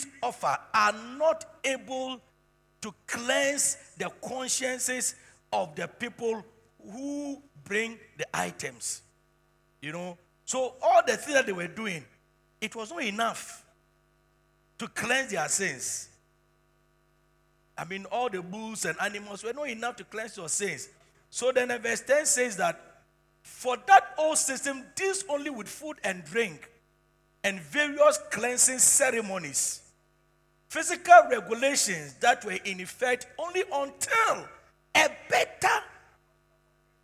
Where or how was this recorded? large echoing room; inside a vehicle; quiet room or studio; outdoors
large echoing room